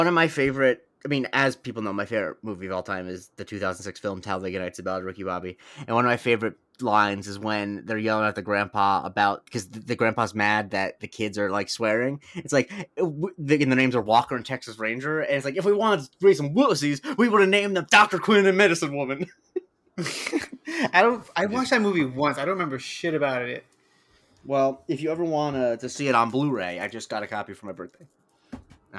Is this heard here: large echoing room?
no